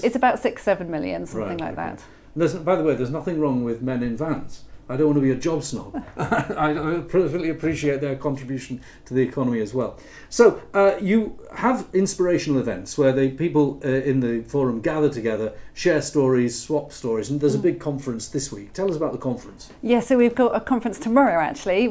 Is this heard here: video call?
no